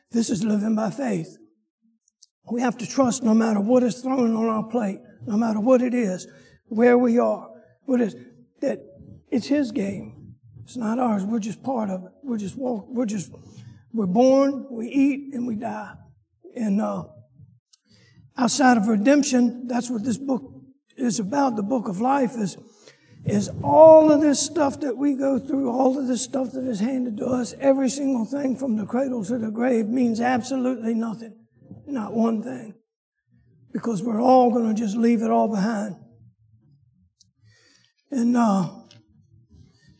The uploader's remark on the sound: Sunday school lecture.